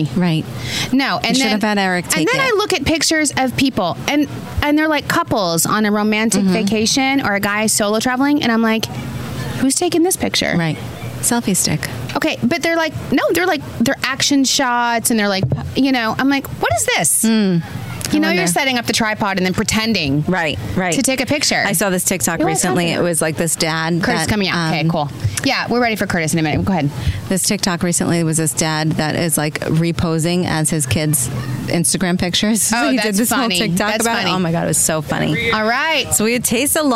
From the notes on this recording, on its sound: On site at The Pridwin, Shelter Island. We are on location on the beautiful Shelter Island at one of the most amazing resorts, The Pridwin.